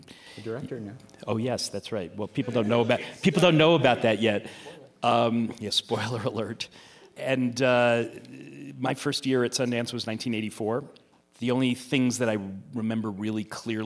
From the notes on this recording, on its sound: Recorded at Sundance in front of an audience at the Kickstarter house.